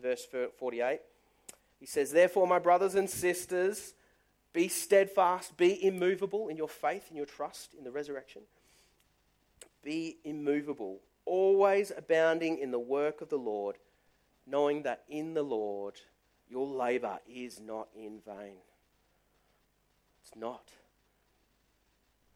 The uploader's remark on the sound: Service recorded live at Morley Baptist Church